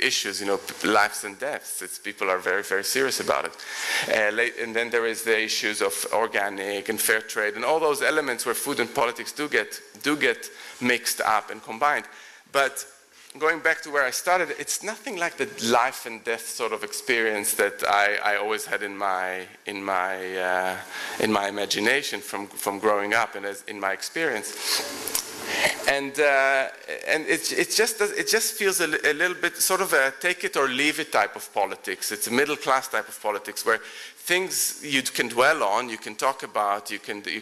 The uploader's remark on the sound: Recorded at The Tabernacle in London in May 2010.